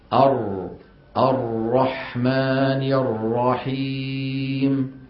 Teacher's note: ارتعاد طرف اللسان بالراء ارتعادا خفيا نتيجة ضيق مخرجها، وليحذر القارئ من المبالغة في التكرير المؤدي إلى ظهور أكثر من راء.